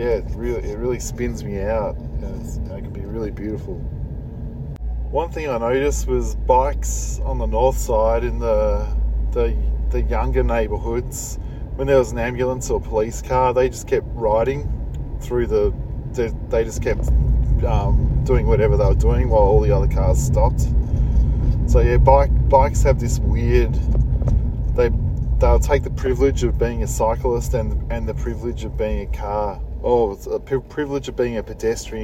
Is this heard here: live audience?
no